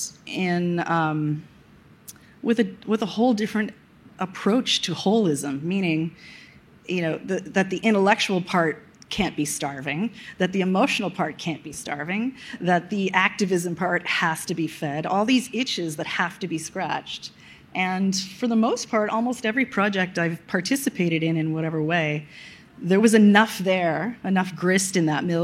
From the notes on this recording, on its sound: Recorded on March 2, 2022 at the Upfront Summit.